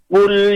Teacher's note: Kul dengan qaf yang tidak ada hamesnya, tidak ada anginnya, jadi perbedaannya pada kol-kolah dan hamesnya atau anginnya. Jadi kalau baca kul nggak boleh ada angin.